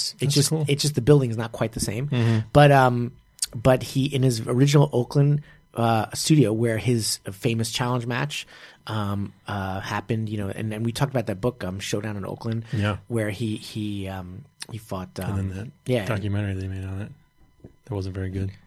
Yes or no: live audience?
no